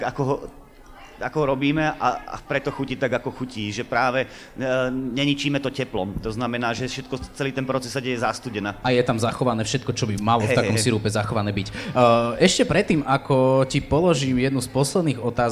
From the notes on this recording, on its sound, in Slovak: vznikol na festivale Učiaca sa Trnava v októbri 2021